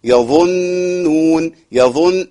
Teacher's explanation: يظو ضاء مفخمة مضمومة، وعندي نون مشددة أولها ساكن، لازم أخلص النون الساكنة ديت، ودي بتخلص معايا الترقيق.